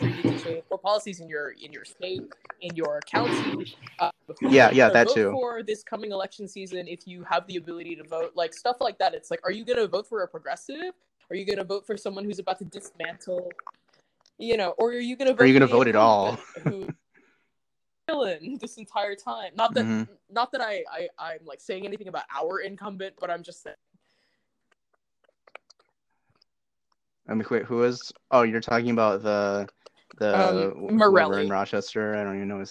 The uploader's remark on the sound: This was recorded remotely so there are some audio issues (random drops, weird typing noises, delay so sometimes people talk over each other).